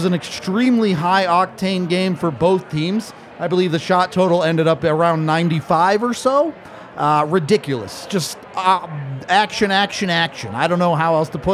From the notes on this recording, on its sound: LIVE from the DNVR bar